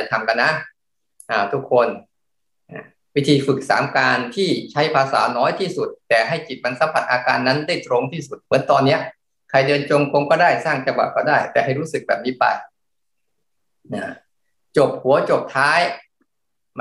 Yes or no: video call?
yes